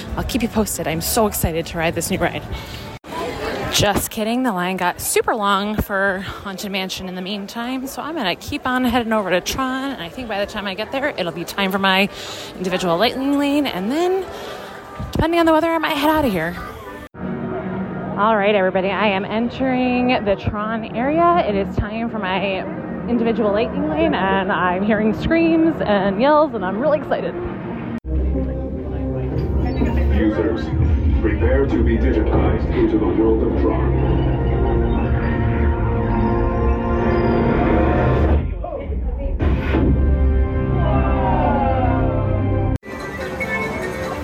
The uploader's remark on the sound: Live from Disney. Live from the parks.